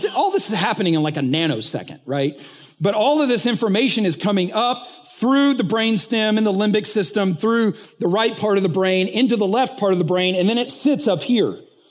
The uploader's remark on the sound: recently taught at the Church Leaders Conference